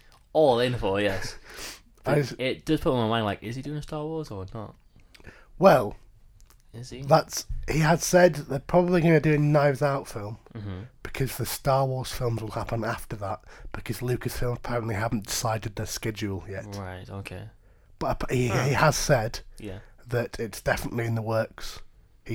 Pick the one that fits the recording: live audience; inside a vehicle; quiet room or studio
quiet room or studio